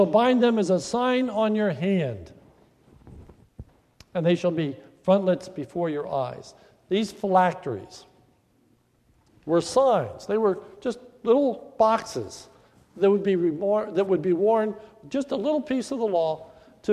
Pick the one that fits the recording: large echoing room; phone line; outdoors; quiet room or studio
large echoing room